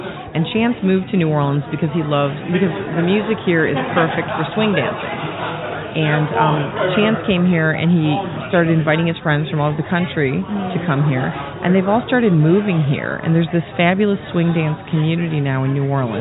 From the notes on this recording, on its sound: World Footprints returns to New Orleans for our signature broadcast from Jackson Square for French Quarter Festival!